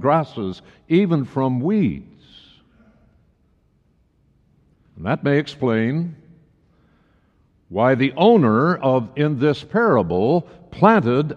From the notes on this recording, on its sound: Message was delivered during the Traditional Worship service.